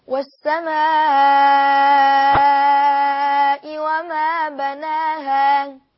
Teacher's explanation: ورش له في المد المتصل 6 حركات والمد المنفصل 6 حركات، كما مثلا والسماء وما بناها 6 حركات، وأيضا في المد المنفصل كذلك.